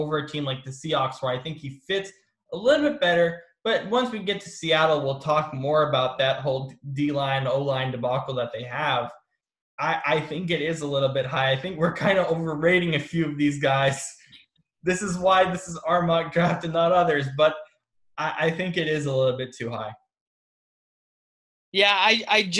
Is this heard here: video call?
yes